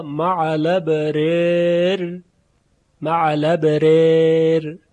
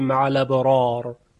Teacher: البته باید توجه داشته باشیم که در کلماتی مانند ابرار که مجرور هستند، ابرار، و خصوصا در حالت وقف که این راء آخر ساکنه، میدونیم که در روایت ورش اینجا یک اماله انجام میشه، اماله بین بین یا اماله صغرا · Shown in: first take · در این موارد حرف راء در حالت وقف ترقیق میشه، مثلا و توفنا مع لبرر، مع لبرر، اینجا دیگه نمیگه مع لبرار، مع لبرر.